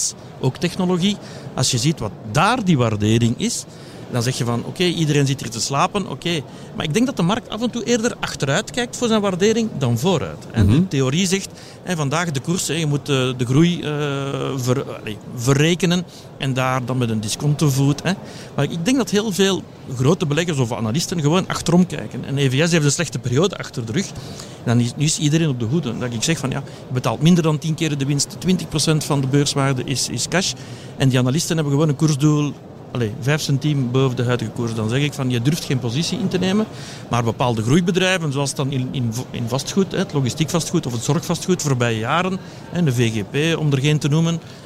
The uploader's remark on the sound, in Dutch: Live vanop Finance Avenue.